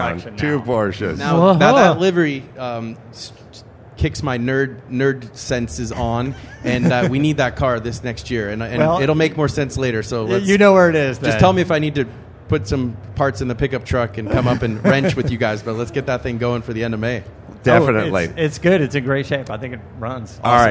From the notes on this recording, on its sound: Live from K&N Filters at SEMA. Live at the K&N Booth at SEMA.